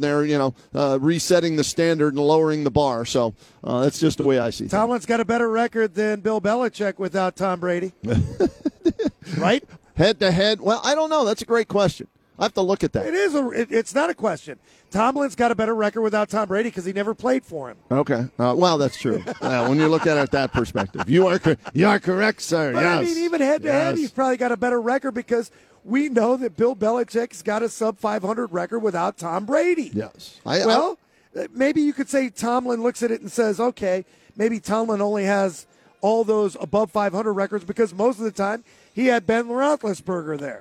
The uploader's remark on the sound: Gets underway live from Rocket Mortgage Fieldhouse ahead of tonight’s Cavaliers game against the Detroit Pistons.